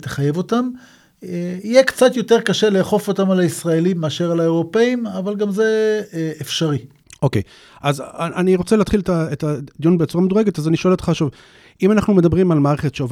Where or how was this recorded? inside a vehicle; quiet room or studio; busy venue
quiet room or studio